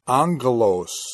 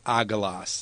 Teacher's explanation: This is when gamma is pronounced like a N sound, when it comes before another gamma, kappa, chi, or xi. · Shown in: first take · So in the word angelos, you have two gammas in a row. · Term: nasal gamma